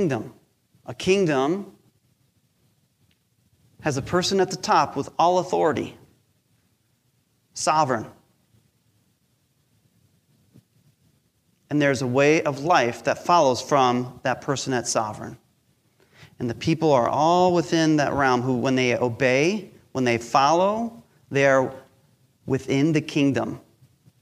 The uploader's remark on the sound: Recorded live during our Sunday Service.